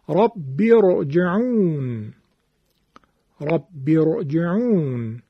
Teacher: پنجم، اینو دقت کنید، راء ساکنه ای که ما قبلش همزه وصل باشد، اگرچه حرکت ما قبل راء در یک همچین شرایطی کسره هم حتی باشد، اما همینقدر که همزه وصل ما قبل راء هست، این راء ما تفخیم میشه